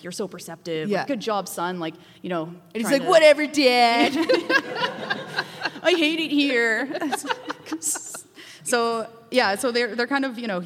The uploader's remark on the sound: Métis In Space Live at the UBC Sty-Wet-Tan Great Hall. A LiveStudioAudience.